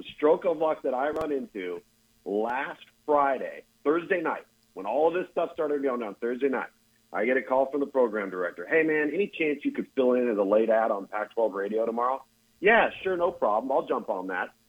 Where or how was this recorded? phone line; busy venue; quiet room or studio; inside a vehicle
phone line